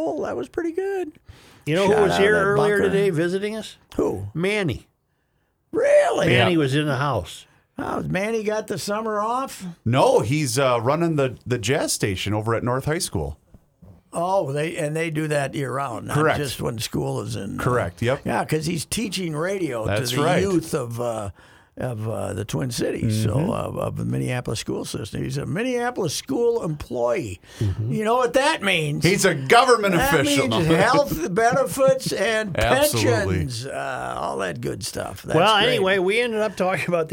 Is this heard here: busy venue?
no